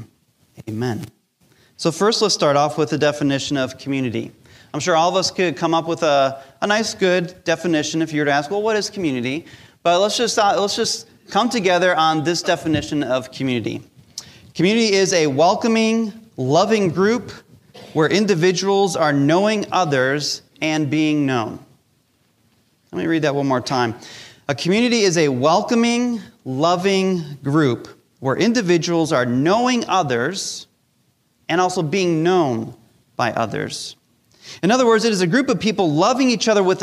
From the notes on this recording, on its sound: Recorded live during our Sunday Service